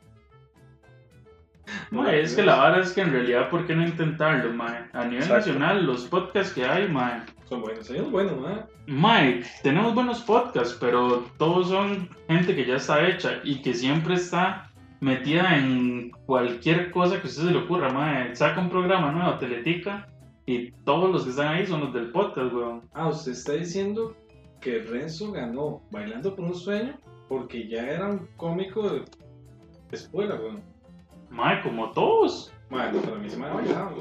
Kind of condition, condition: fault, poor sound quality